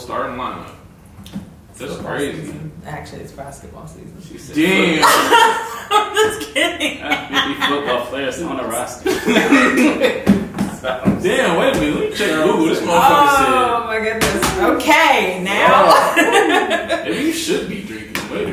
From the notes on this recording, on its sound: Sorry about the audio.